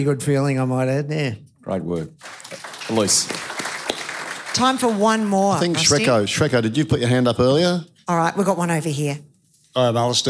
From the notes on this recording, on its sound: LIVE at the F1. Speaking at the 2023 VACC Presidents Grand Prix Supper.